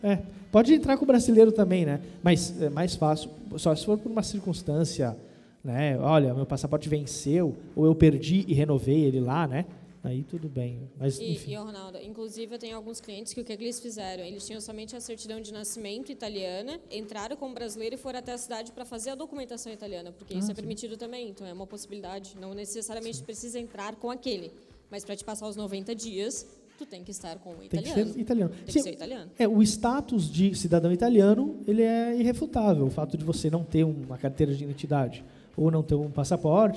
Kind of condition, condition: setting, live audience